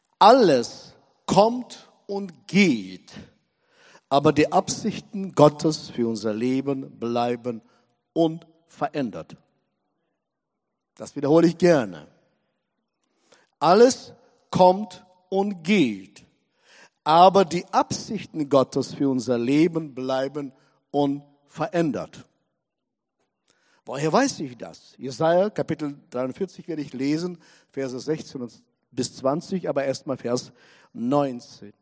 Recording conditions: large echoing room